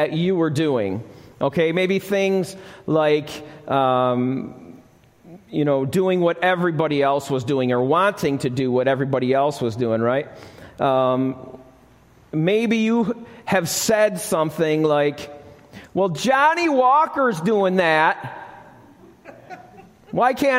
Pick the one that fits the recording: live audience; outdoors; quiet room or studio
live audience